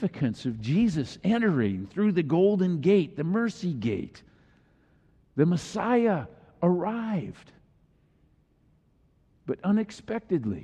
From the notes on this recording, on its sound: Palm Sunday message delivered during the Traditional Worship service.